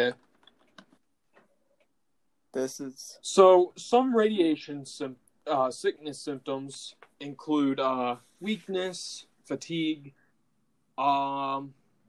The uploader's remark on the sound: This was recorded via online conferencing, so please excuse instances of poor quality.